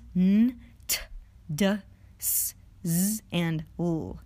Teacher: These are called the alveolars because the constriction occurs at that weird little bumpy ridge behind your top teeth.